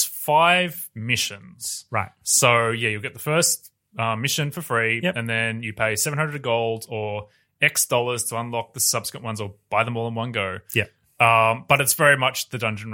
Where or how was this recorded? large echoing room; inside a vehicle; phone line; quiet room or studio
quiet room or studio